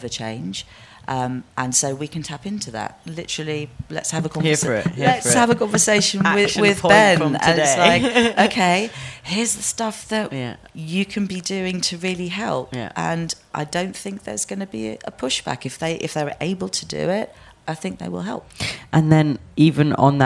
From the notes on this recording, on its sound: At the International Music Summit in April and the pair spoke in front of a live audience.